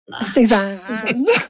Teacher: a Southern California Valley Girl accent with like the dreaded vocal fry